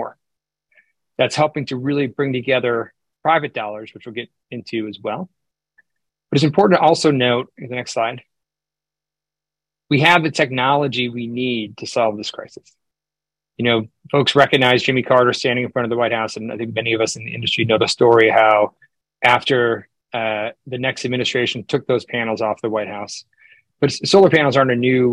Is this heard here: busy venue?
no